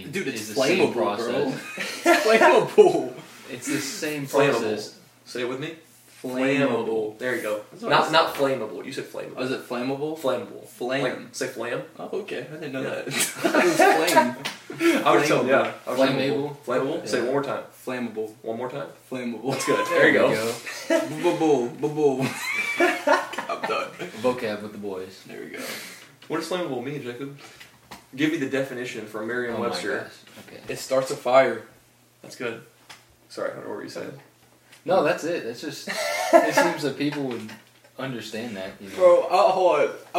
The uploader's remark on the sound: Microphones didn't record, so we used camera audio